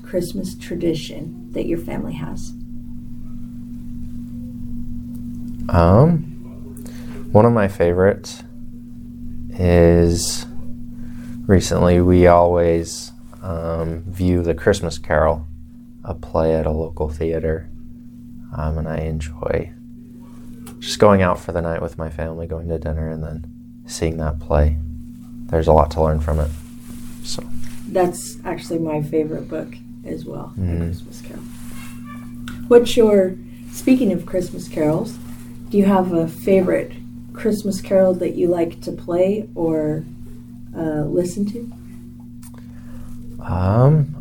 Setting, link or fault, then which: fault, sounds in the background